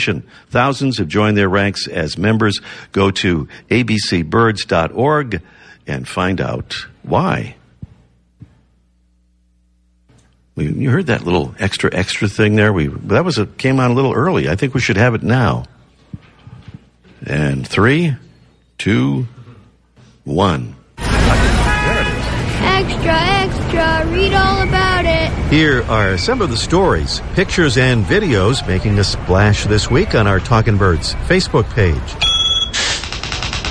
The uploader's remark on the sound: Live from the Boston Museum of Science